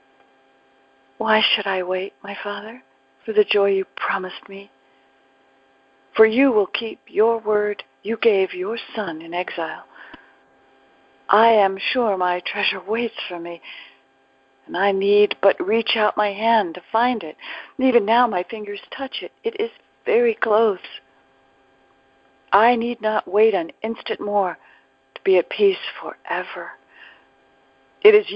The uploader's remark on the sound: ACIM Daily TEXT Conference Call